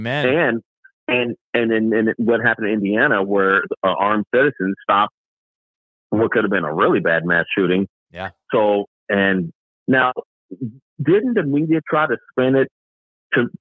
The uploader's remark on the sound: LIVE Call-In Show. I had a guest scheduled and I promoted it but they didn't end up showing up, so I just winged it solo and opened up the phone lines.